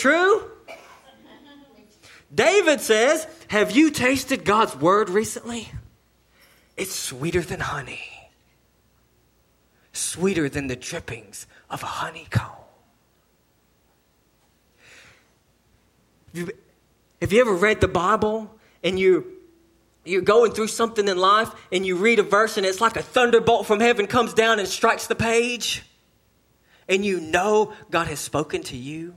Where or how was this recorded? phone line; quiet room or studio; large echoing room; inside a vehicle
large echoing room